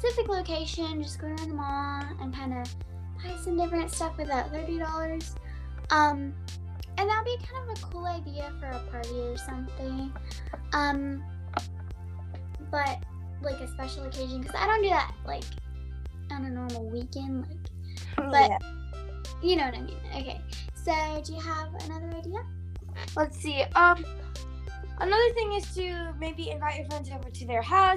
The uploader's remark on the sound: Sorry about the glitching…